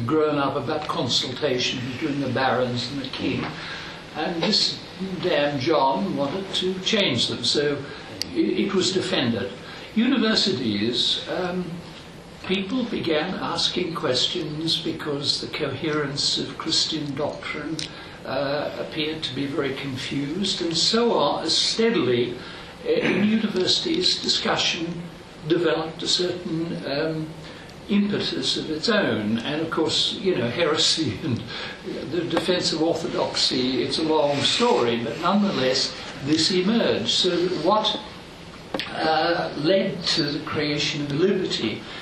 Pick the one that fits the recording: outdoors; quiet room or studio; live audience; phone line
live audience